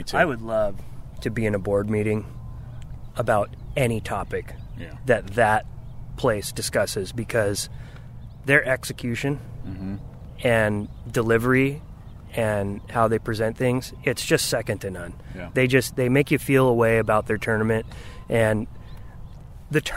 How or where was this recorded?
busy venue